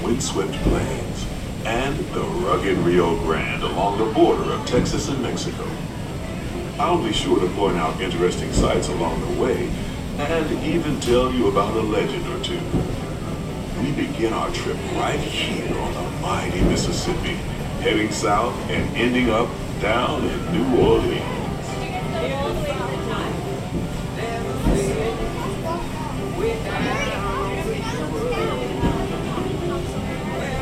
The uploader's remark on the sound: Mark Twain Riverboat (Disneyland) Binaural Ride Along. Listen to all the sounds of the Mark Twain, as it makes its journey around Frontierland, New Orleans Square, Critter Country, Tom Sawyer's Island, and the back side of the Rivers of America.